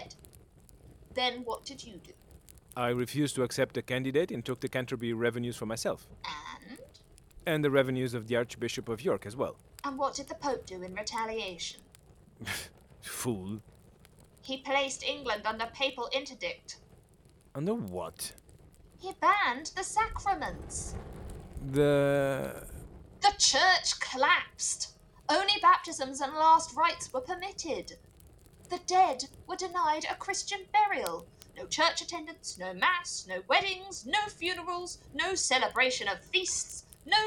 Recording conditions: poor sound quality